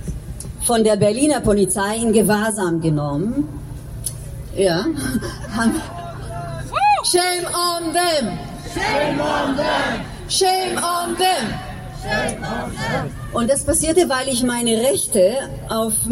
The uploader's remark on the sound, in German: Eine kommentierende Sendung mit Mitschnitten der Kundgebung. In Berlin, Unter den Linden, stattfand.